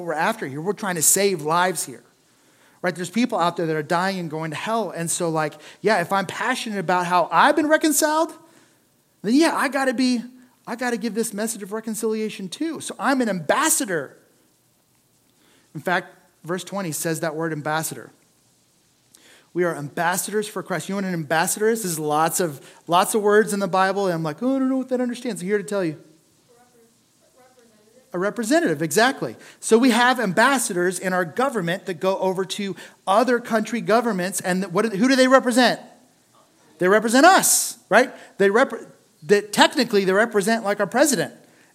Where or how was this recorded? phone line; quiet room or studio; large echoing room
large echoing room